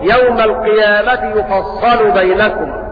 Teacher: وقرأ ابن زكوان بضم الياء وتشديد الصاد مفتوحة